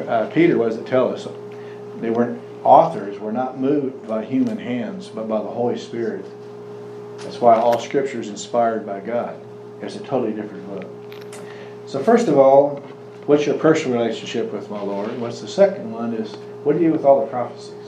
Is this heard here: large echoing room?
yes